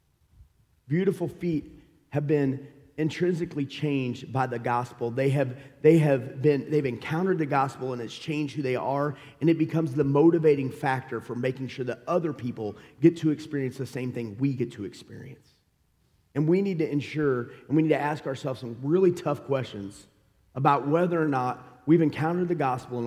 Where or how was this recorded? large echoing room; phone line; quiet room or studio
large echoing room